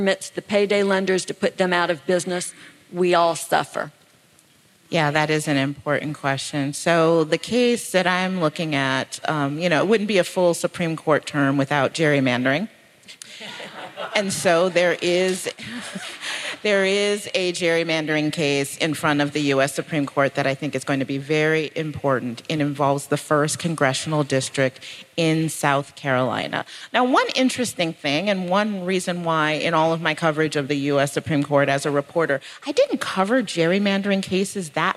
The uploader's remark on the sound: Live in Austin, TX. Live at TribFest in Austin, Texas!